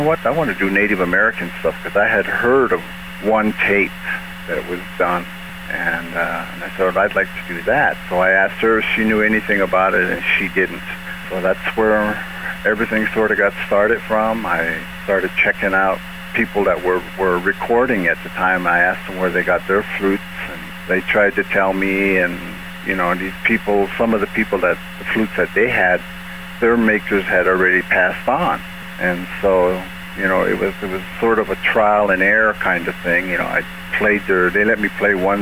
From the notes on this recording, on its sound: Ran into some serious problems with the audio quality of the phone interview in this episode